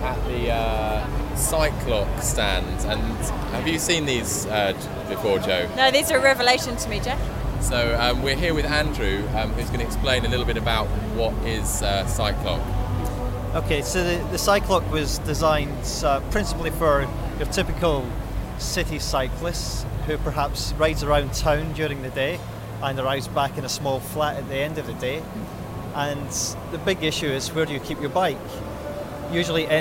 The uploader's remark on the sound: at Cycle 2006, the UK’s biggest cycling exhibition and trade fair.